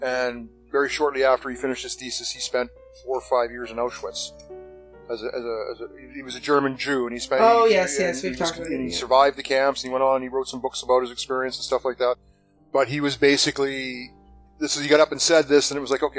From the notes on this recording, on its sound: This episode was edited with no experience, and may be reflected in the audio quality.